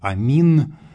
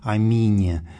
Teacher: Мы могли бы произносить «амин», но это просто случайность такая, что вариант с мягким знаком на конце остался в употреблении. «Аминь», очевидно, что произносилось это когда-то как «амине», то есть вот краткий гласный на конце звучал. · Shown in: second take